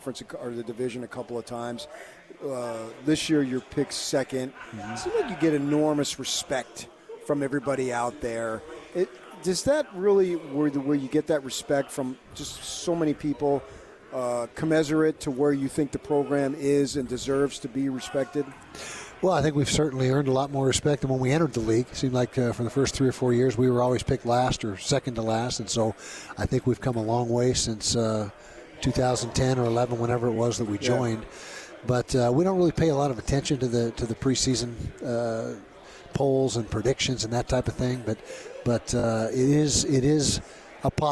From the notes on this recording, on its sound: LIVE from Pac-12 Media Day in Los Angeles, CA.